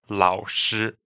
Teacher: Lao is third, Shi is first.